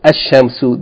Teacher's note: the L of Al is assimilated into the solar letter. For example, Al-Shamsu is actually pronounced Ash-Shamsu.